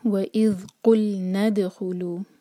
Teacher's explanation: نون کے بعد جو الف ہے اس کو تو پروناؤنس نہیں کریں گے، نون سیدھا دال سے کنیکٹ ہوگا